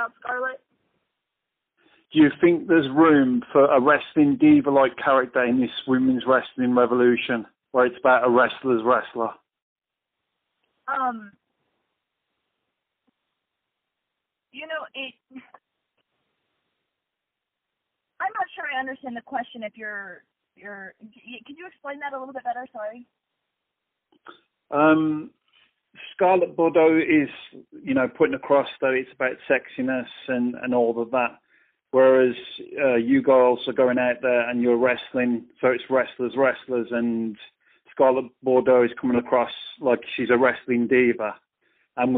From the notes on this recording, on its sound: Media Teleconference Interview